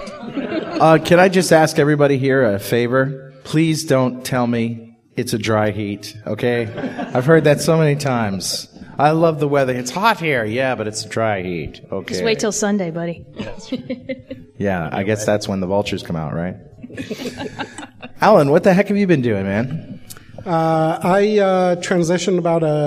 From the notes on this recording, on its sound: In front of a live audience. Visual Studio 2010 Road Trip in Phoenix, AZ.